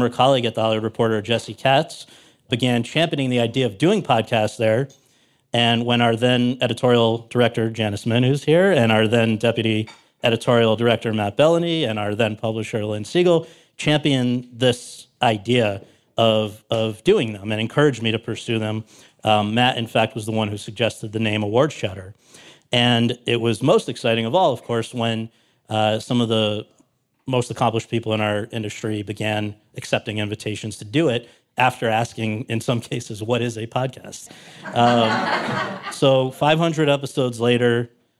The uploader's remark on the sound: LIVE. At a celebration of the podcast's 500th episode.